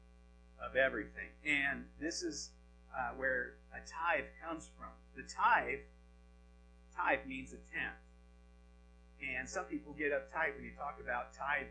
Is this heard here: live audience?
no